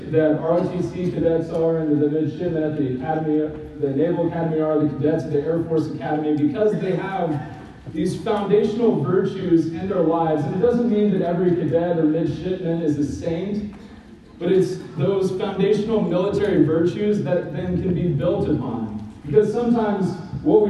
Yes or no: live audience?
yes